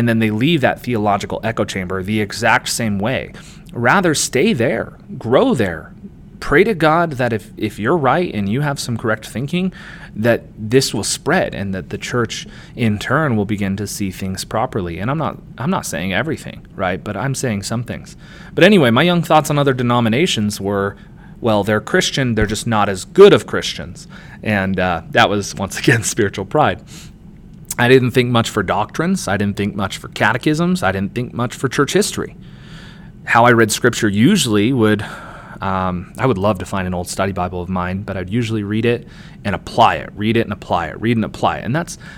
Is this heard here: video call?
no